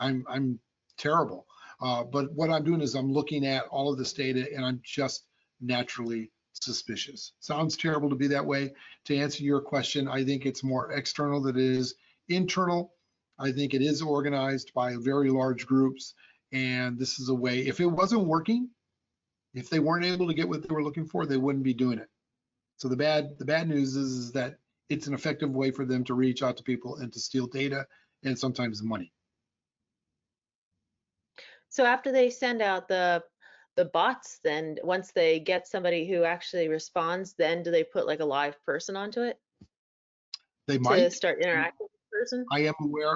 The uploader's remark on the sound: Audio Version of the Webinar